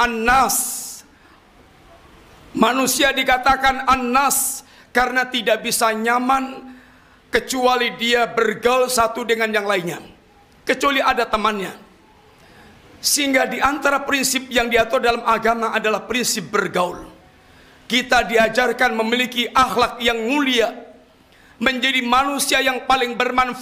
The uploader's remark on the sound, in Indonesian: Ini adalah rekaman live Khutbah Jumat.